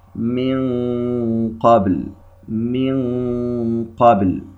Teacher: نأخذ مثال آخر على الإخفاء: من قابل، من قابل، نون ساكنة وبعدها حرف القاف إخفاء، وهذا الإخفاء أيضا من أدنى المراتب، أيضا نضغط على اللسان إلى الخلف، من قابل، ولا نقول من قابل، هكذا نكون أعطينا الإخفاء مرتبة أعلى من مرتبته، ونحن قلنا أنه عند القاف والكاف من أدنى المراتب.